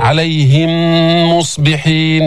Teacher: بدك توقف حركتين تجيب الغنة من الخيشوم